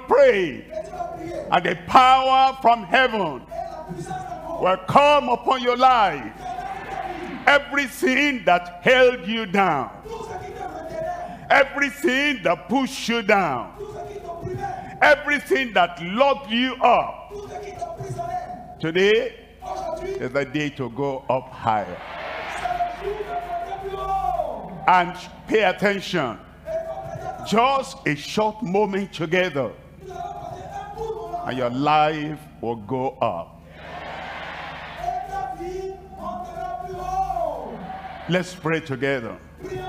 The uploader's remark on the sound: live from Lomé, Togo